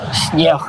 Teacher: і «С» мягкая, і «Н» змягчається, і на кінці ще «Г» перетворюється у «Х» · Term: асіміляційна мягкасць